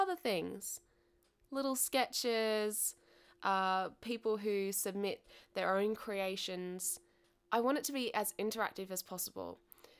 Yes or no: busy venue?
no